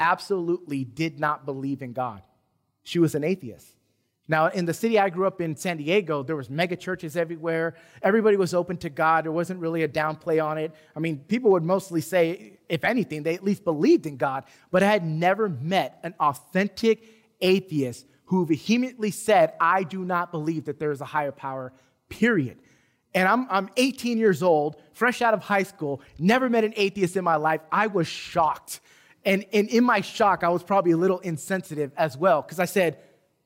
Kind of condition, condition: setting, large echoing room